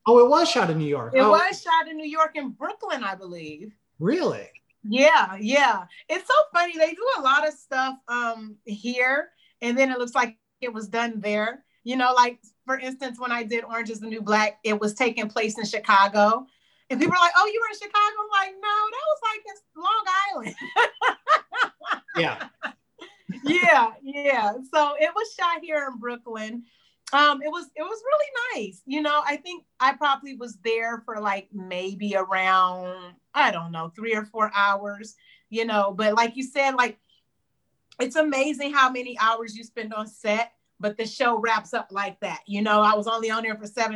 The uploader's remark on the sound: Recorded via Zoom